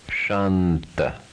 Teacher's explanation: Followed by a dental consonant, pronounced na, or in this case, n.